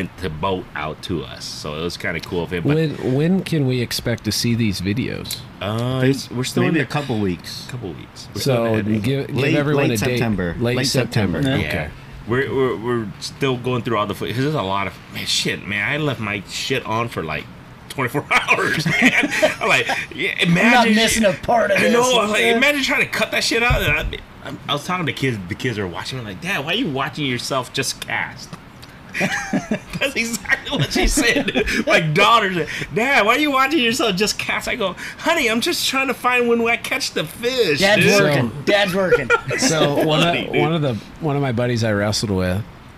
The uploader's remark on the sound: We meet up at Johnston Bait and Tackle to have a few beverages and talk fishing!